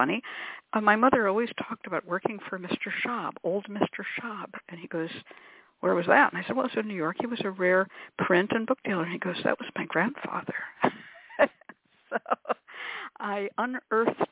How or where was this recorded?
phone line